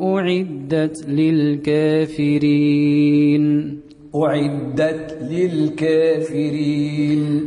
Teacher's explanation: هذا الإمام ورش على تقليل قوله الكافرين